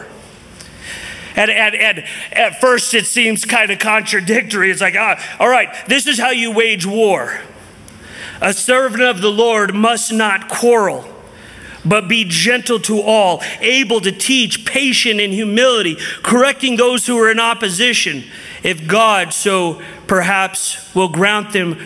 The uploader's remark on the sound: from the 2023 Southwest Men's Conference